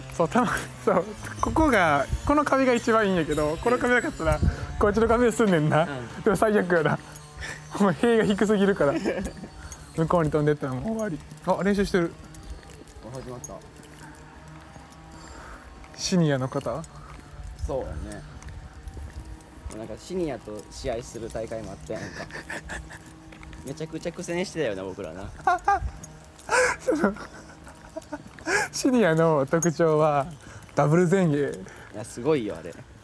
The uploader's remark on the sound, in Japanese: 帰省した時に対面で撮った音源です。かつて練習していたコートを歩きながらしゃべっています。雑音あり、低音質、大量の規制音となっております。